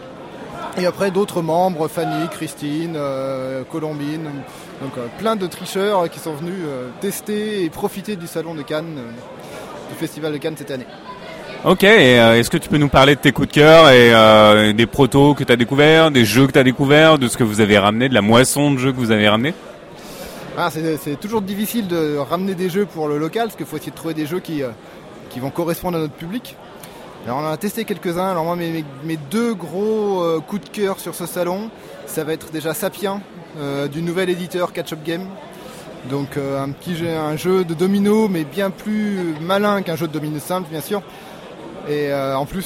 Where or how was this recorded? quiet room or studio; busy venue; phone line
busy venue